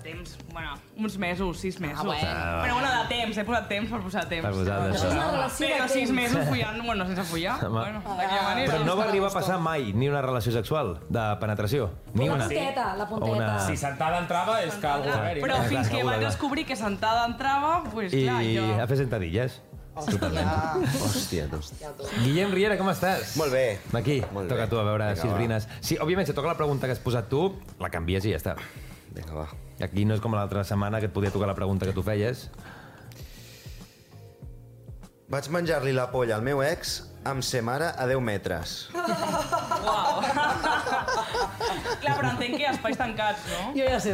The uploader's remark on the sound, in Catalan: Des del mític estudi Toresky de Ràdio Barcelona, gravem el segon programa especial amb públic i moltes sorpreses. Responem les preguntes dels assistents.